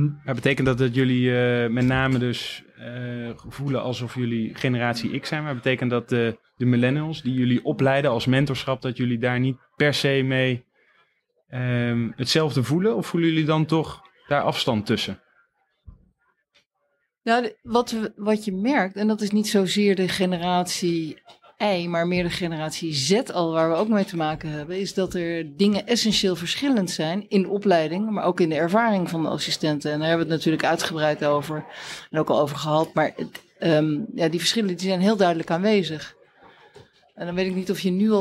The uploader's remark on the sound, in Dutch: Live in een café mét publiek én jonge- en oude klaren.